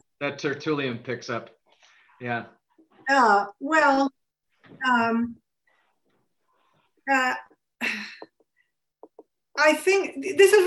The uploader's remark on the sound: A webinar lecture. Co-presented by the Lumen Christi Institute and the Godbearer Institute.